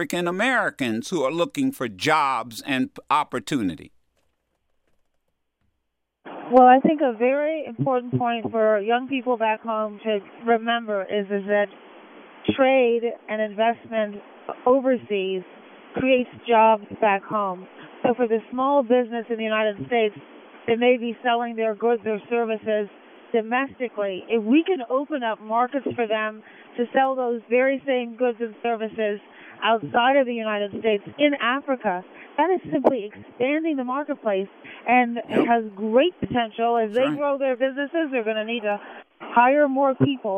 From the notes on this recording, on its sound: Calls Into The Madison Show From Air Force One. Called into The Madison Show on SiriusXM Urban View early Friday morning from aboard Air Force One.